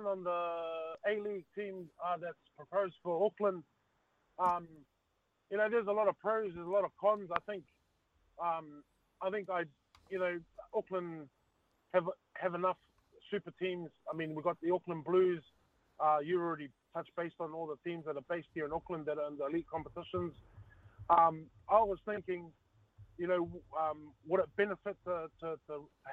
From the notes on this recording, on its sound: hits the phone and text lines to discuss with listeners